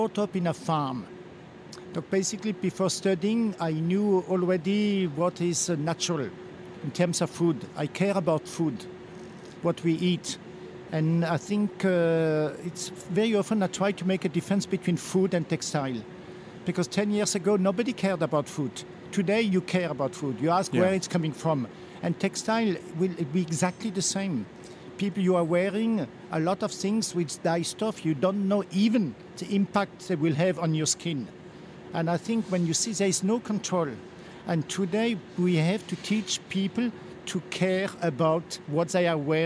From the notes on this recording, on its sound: on location at Premiere Vision 2016 in New York